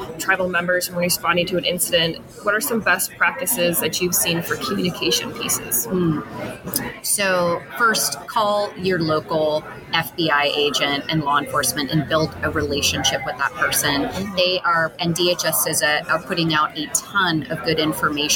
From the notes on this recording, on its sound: Recorded at TribalNet. During TribalNet 2023.